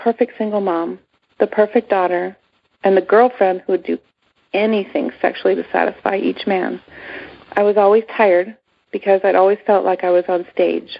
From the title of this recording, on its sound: Monday Noon Phone Speaker Series